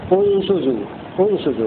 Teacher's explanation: وإذا بدأنا لهم نبدأ بضم الهمزة انشزوا انشزوا، لأن ثالث حرف في الكلمة مضموم ضم الأصلية.